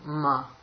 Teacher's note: It's made from the lips. The lips with the nasika, with the nose, is how you do ma. · Term: labial